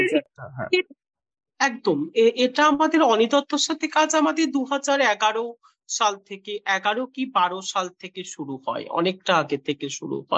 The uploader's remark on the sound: I am in Iowa City now. Like most of my podcast interviews, this is being done virtually via Zoom.